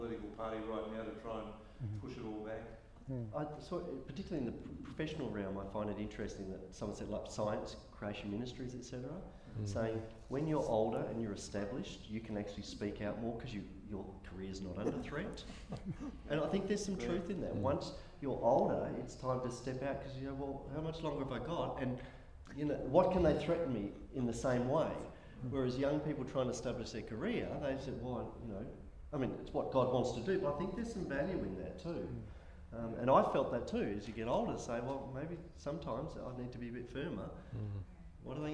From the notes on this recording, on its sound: In September we hosted the first Awake Conference Perth. Excerpts from our final session of the day, the Q&A.